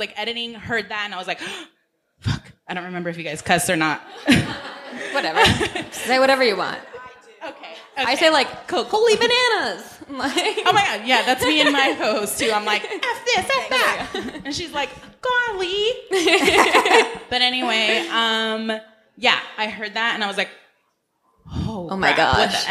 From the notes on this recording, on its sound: We were fortunate enough to have a live show at the Outlier Podcast Festival in September of 2018.